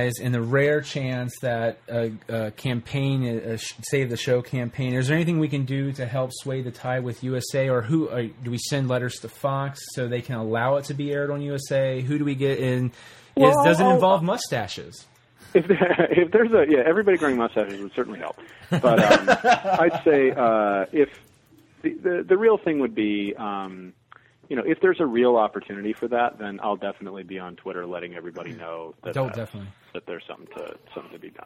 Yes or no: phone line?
yes